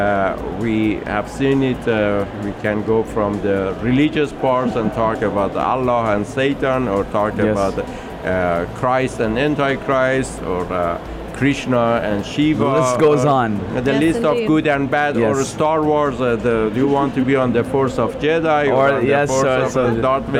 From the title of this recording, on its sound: at the Sharjah Entrepeneurship Festival 2019 (25.11.19)